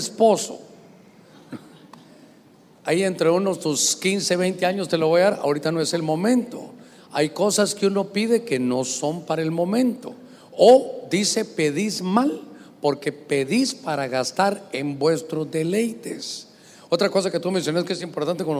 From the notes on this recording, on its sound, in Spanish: Este episodio fue grabado con público en Mass Experience evento por el 20 aniversario de radio Stereo Mass